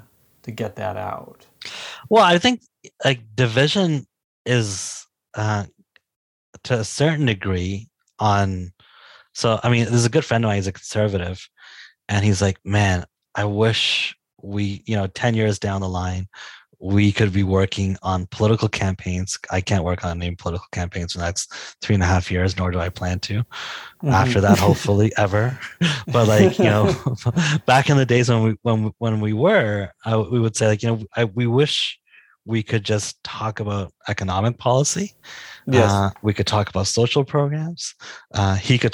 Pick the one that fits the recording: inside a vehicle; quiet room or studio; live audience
quiet room or studio